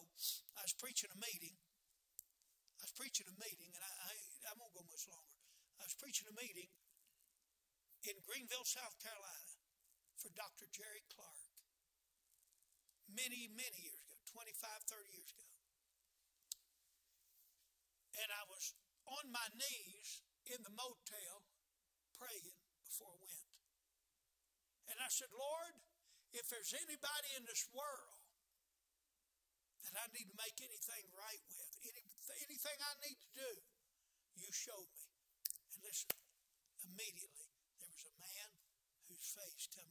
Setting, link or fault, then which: setting, large echoing room